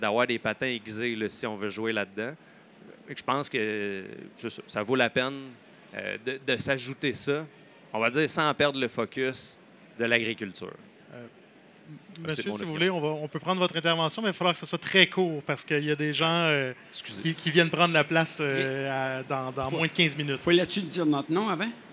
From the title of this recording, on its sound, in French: Le Son de la Terre au Salon de l'agriculture